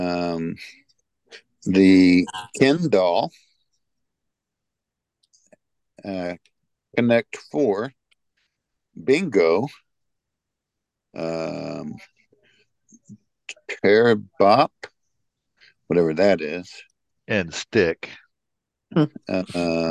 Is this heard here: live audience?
no